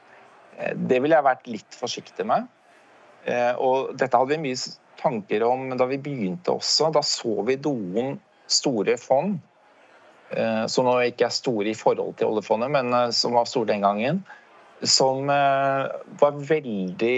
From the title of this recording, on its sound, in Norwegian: LIVE på ONS 2022